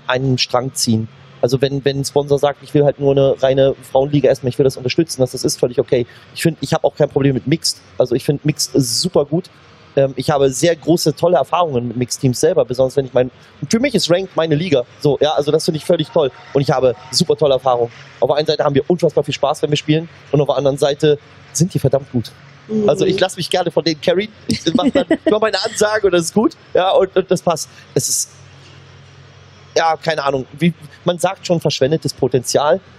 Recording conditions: busy venue